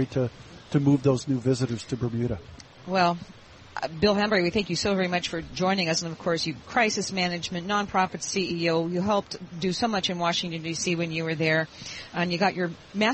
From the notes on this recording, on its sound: Broadcasting live from Elbow Beach Bermuda.